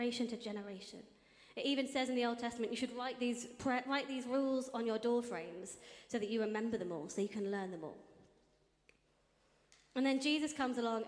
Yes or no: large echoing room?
yes